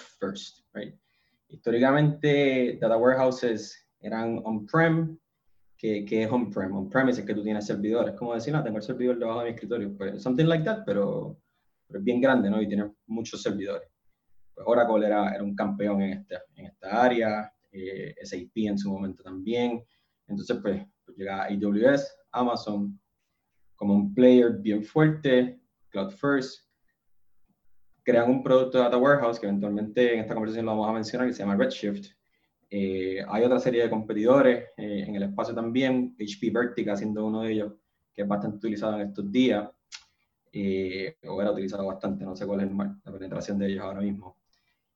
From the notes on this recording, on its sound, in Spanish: Grabación del evento sobre la oferta al mercado de Snowflake ($SNOW). Nos reunimos por Zoom con 18 personas interesadas en aprender más sobre Snowflake y su oferta. Decidimos grabarla y publicarla como un podcast. Lo que no grabamos fueron las conversaciones, preguntas y respuestas y comentario con nuestra audiencia.